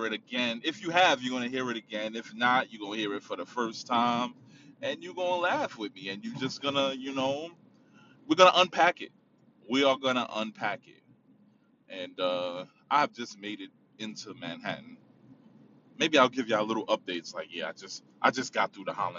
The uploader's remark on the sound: In the car. Driving.